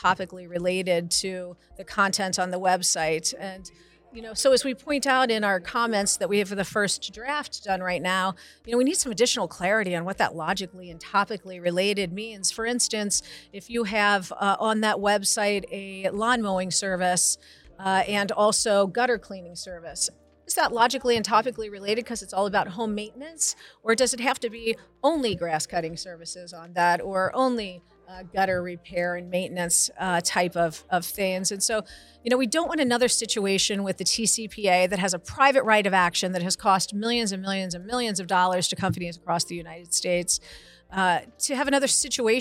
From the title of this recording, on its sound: SOCAP Spring Symposium Podcast Booth '23